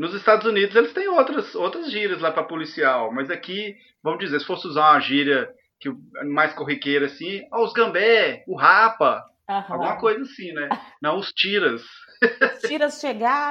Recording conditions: poor sound quality